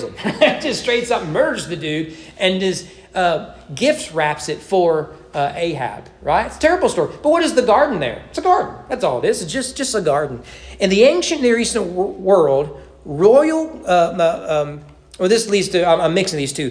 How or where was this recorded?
large echoing room